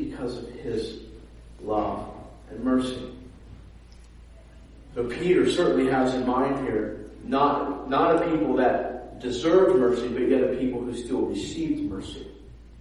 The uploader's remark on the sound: preached at a sister church of ours in Dayton, Refuge City Church